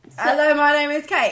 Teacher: An upward inflection at the end.